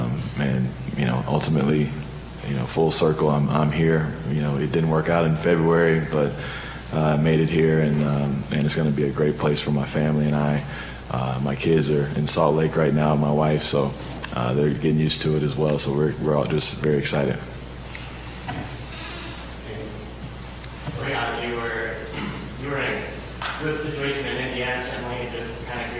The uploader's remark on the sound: at a press conference in Las Vegas on Monday morning